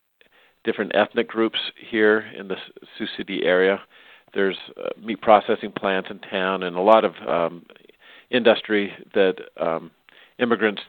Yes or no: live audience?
no